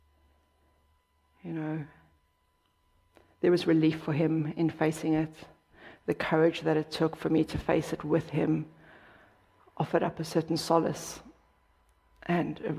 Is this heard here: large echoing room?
yes